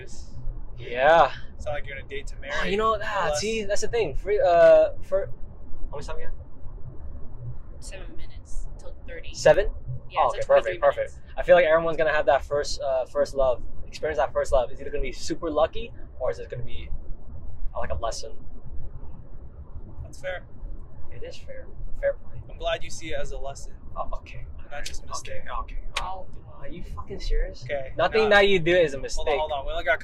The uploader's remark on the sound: We had to take this podcast on our road with us to Eugene. We apologize for parts of the audio where you can hear the bumps in the road. Tried her best to de-noise as much of the audio without distorting the voices.